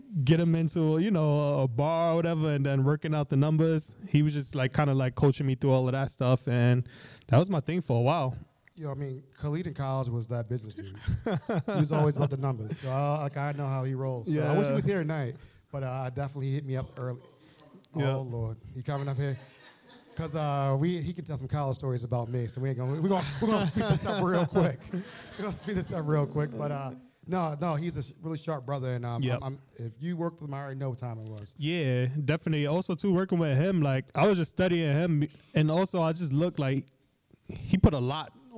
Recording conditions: live audience